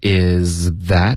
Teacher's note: is 的这个 z 是舌尖碰到上颚的一个摩擦音 z，后面呢 that 是舌尖碰到上齿的一个摩擦音，所以它们很相似，可是是不一样的，而且不能省略任何音，所以一定要从一个音滑到第二个音，is that，后面呢 something，这个 Monica 的发音呢，她用了一个非常弱。的一种发音弱化了。他说的是 some in 哟，还能这么说啊？对对对，有这种说法的，很少见。可是就特因为它太弱了，非常弱。可是也不算少见了，可是不是天天会见到的一个发音，就是把后面 thing 呢，就把它变成一个喉音停顿的音 some in